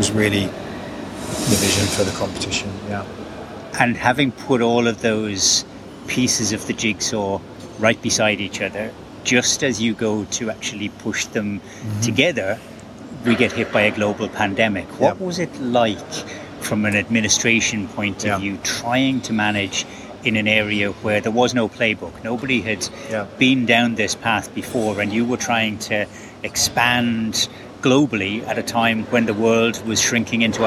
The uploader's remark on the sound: It was recorded in the First Class Lounge of Hamad International Airport in Doha at the announcement of Qatar Airways as a sponsor of the Championship.